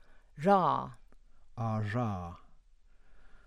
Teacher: Where a symbol might be interpreted as denoting either a fricative or an approximant, the raising symbol makes it clear we mean the fricative, as in the voiced apico-alveolar fricative